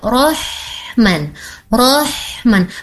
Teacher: Rahman, Rahim, dia ada di tengah tenggorokan